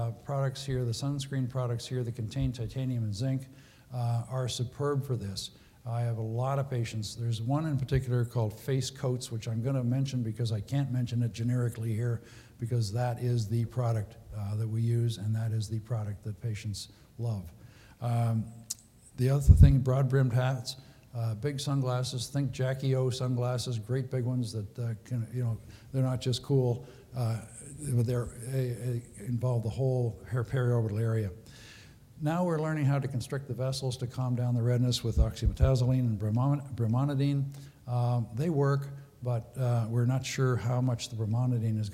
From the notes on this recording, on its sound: Recorded at the 2013 Summer SDPA Conference in St.